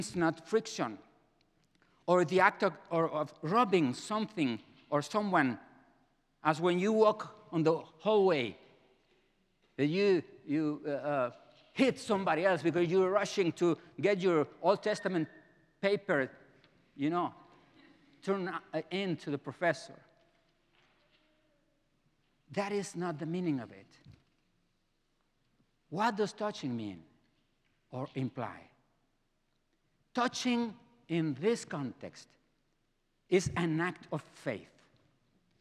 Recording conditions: large echoing room